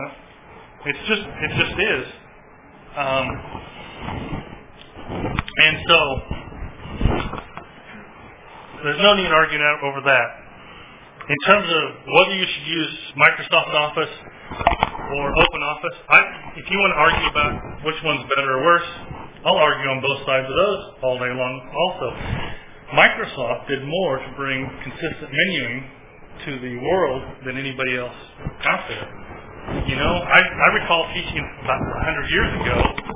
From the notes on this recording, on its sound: At the March 2010 Heartland eLearning Conference at the University of Central Oklahoma. My apologies for background noise. Wore my recorder and it made a lot more noise than I thought it would as a wearable device!